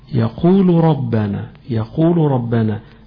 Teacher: اللام قريبة من الراء، لذلك في إدغام للبعض · Term: الإدغام